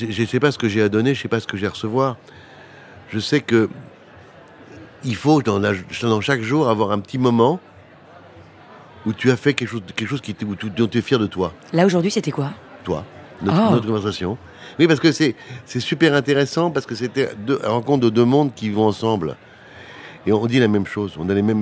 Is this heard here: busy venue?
yes